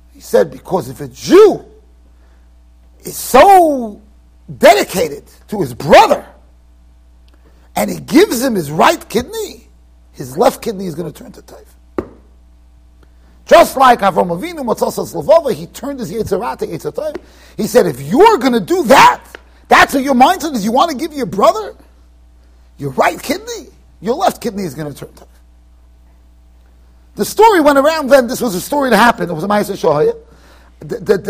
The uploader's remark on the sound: Shiur recorded in Yeshivas Ohr Reuven, Monsey NY.